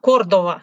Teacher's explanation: Ну, по-испански нет редукции, поэтому Кордова, да?